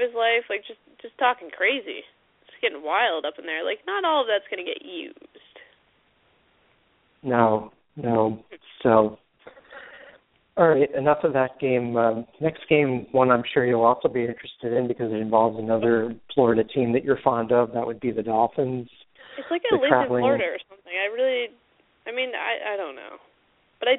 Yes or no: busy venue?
no